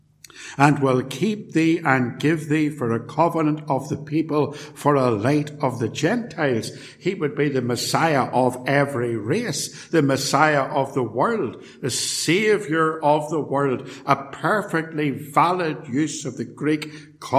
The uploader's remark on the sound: A sermon preached at Ballymacashon and Templepatrick, and recorded at Templepatrick Reformed Church